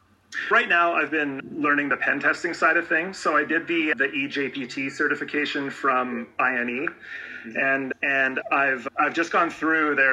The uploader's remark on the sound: We did this on a Linkedin Live so the recording quality not so good.